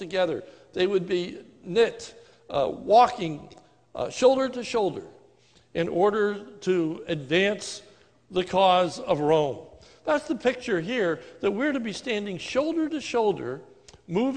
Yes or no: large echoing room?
yes